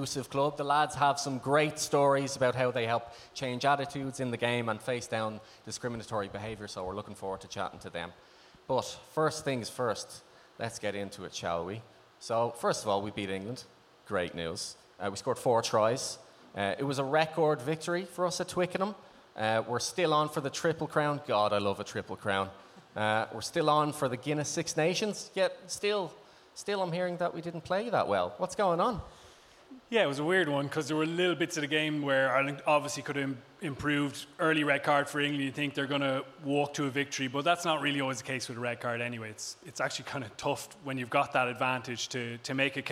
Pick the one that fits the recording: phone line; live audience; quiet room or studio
live audience